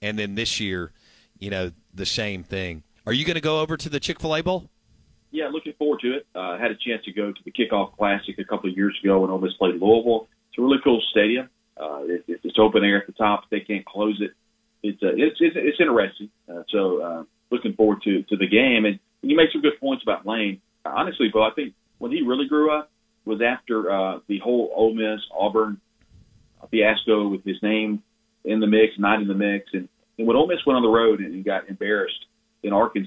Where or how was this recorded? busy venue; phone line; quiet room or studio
phone line